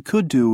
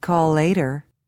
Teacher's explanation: Notice how the same consonant sound at the end of one word and at the beginning of the next word is pronounced only once.